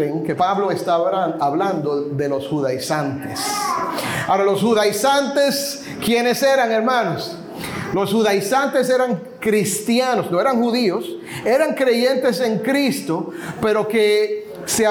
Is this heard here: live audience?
yes